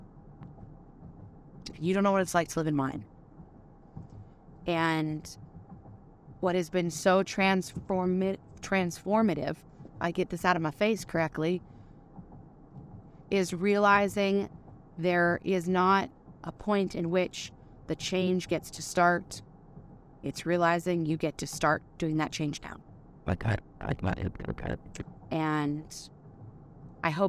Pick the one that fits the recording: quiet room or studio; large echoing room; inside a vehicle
inside a vehicle